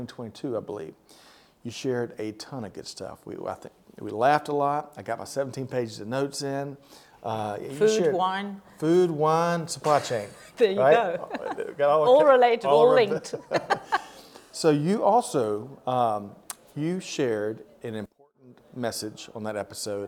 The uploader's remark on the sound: We continue coverage from the annual SAPICS 2023 Conference in Cape Town, South Africa.